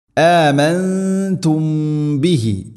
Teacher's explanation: സാക്കിന മീമിന് ശേഷം ബാ, ഇഖ്ഫാ ശഫവി, അവിടെ മണിച്ചുകൊണ്ട് ഉച്ചരിക്കണം, അവ്യക്തമാക്കി. ആമൻതും ബിഹി. · ആമൻതും നൂനിനെ അവ്യക്തമാക്കി മണിക്കണം, ഇഖ്ഫാ ബിഗുന്ന. ആമൻതും ബിഹി, സാക്കിന മീമിന് ശേഷം ബാ, ഇഖ്ഫാ ശഫവി, അവിടെ മണിച്ചുകൊണ്ട് ഉച്ചരിക്കണം, അവ്യക്തമാക്കി.